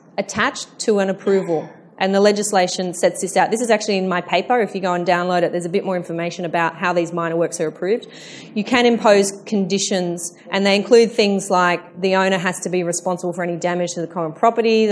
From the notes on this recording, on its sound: My live answers to the many questions I was asked by attendees after my 17 October presentation on the new NSW strata law.